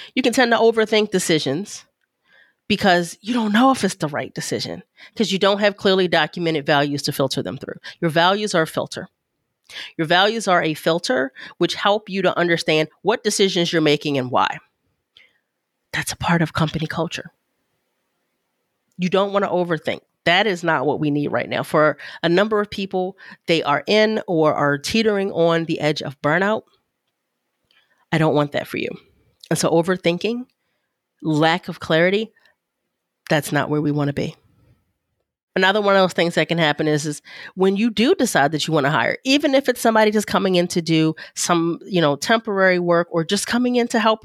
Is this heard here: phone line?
no